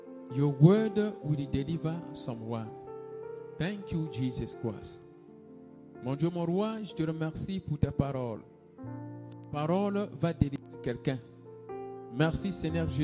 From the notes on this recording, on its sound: SUNDAY LIVE SERVICE